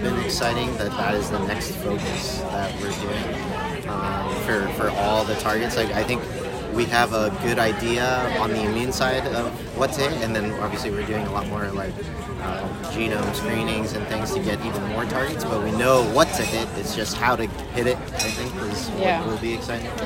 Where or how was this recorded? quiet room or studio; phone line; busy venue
busy venue